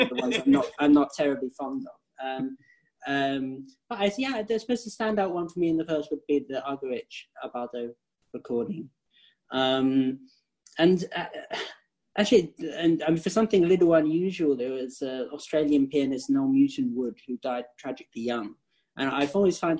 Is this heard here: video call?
yes